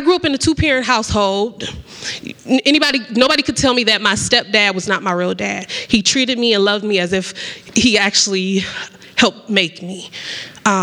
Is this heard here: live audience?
yes